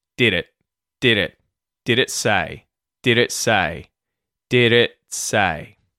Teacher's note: And then lastly, did it is like the did E, where you're getting the D as a T flap, and we're also muting the T in the word it